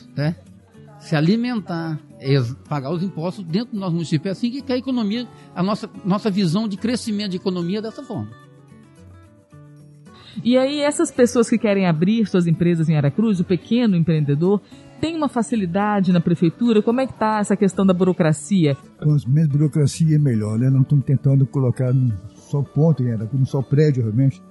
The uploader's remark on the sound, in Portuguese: Episódio gravado no evento "Seminário de Novos Gestores".